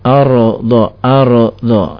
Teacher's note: Yeah seperti tadi ya Bapak mengucapkan wal ardo ardo itu berarti huruf ro dikolkolahkan